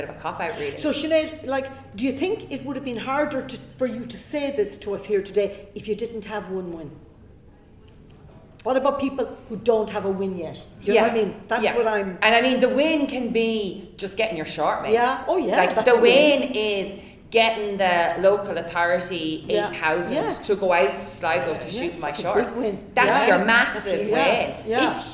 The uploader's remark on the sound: A Live Panel Podcast from WFT & WGI. Moderated a lively panel discussion.